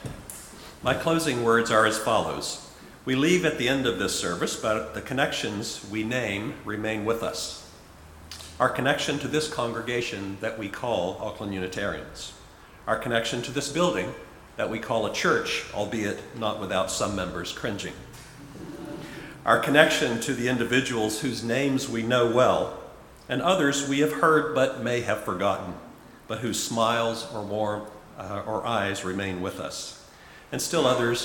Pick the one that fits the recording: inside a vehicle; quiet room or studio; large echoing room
large echoing room